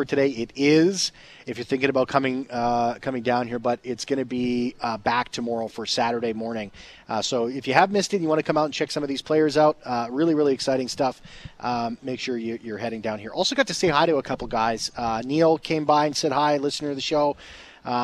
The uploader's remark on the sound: live at Jets Development Camp